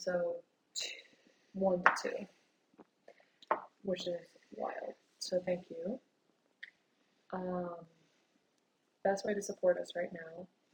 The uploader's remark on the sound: We are just in an all-out-brawl with our audio tech. The good news is, by the end of this episode, we got it all worked out.